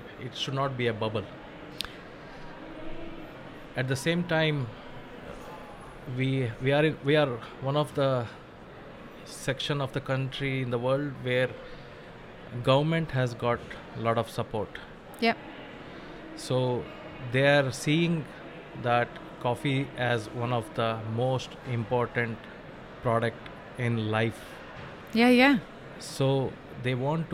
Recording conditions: busy venue